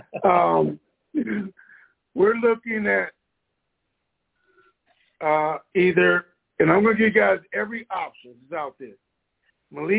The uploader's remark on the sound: TNTSuperfantastic Conference Call